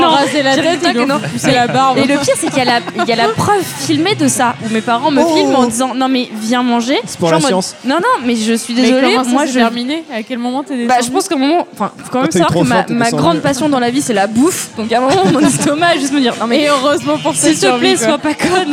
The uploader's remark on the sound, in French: épisode enregistré au Café sans nom (Paris 20e)